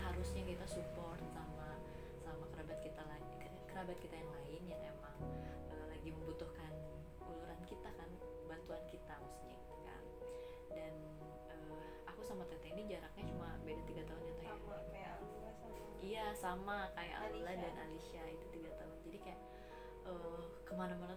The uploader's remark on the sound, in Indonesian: Sebelumnya saya mohon maaf karena audionya kecil jadi harus pakai earphone huhu.